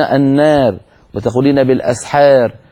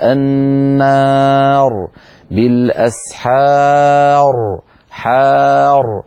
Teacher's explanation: راء ساكنة قبلها ساكن قبله مفتوح، فالراء فيها مفخمة · Shown in: second take